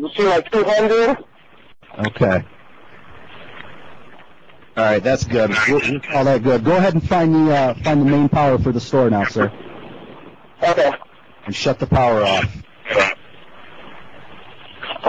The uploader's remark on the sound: Prank Phone Calls